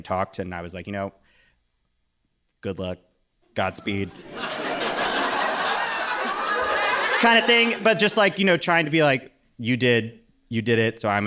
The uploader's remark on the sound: audience questions